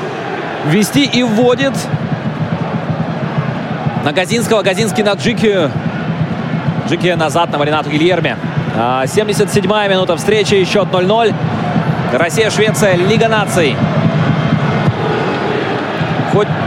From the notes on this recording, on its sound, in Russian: Аудиозапись прямой трансляции матча сборных команд России и Швеции в рамках 3-го тура группового этапа Лиги наций с тифлокомментарием. Игра на стадионе «Калининград» сопровождалась тифлокомментарием, который транслировался в прямом эфире «Радио ВОС». Запись прямого эфира.